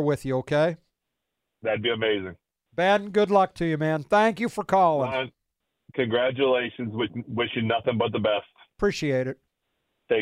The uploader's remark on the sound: More big names in Pittsburgh sports call in to the show.